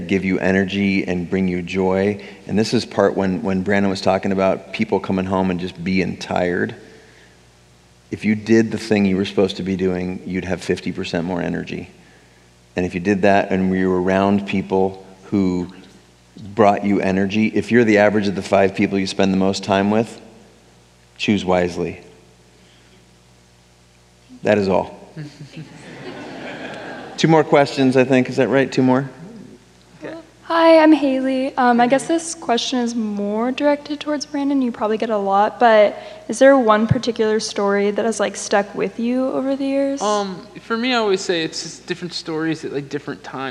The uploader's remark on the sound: On Stage. We kicked off celebrations in Seattle with over 700 people in attendance. I recorded the session for you.